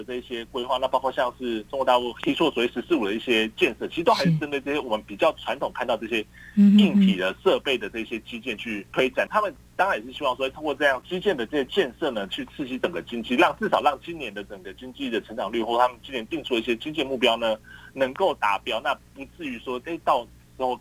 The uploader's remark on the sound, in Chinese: 連線訪問中央社駐上海記者。